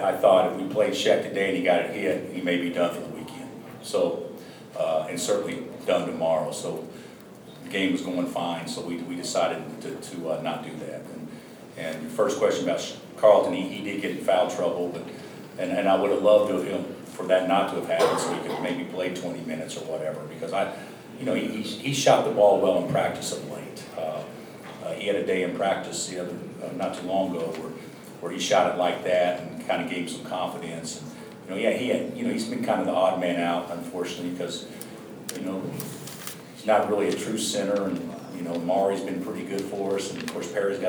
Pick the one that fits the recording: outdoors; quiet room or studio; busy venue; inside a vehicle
busy venue